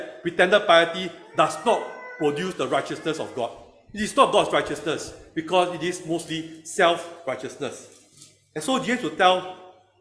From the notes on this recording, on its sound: Recorded Live/Sermon.